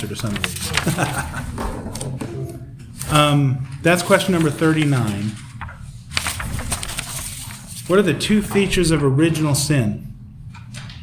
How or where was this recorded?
live audience